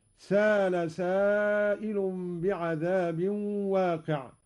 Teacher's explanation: قرأ قالون بدون همز هكذا: سال سائل بعذاب واقع.